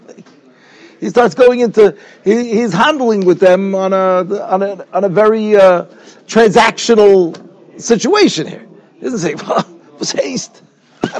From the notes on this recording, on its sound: Shiur recorded in Yeshivas Ohr Reuven, Monsey, NY.